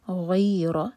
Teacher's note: فتح کو یا سے جوڑا جائے گا اور را ہیوی منہ بھر کر